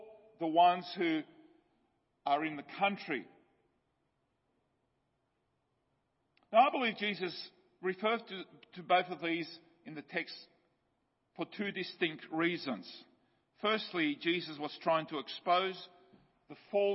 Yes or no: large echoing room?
yes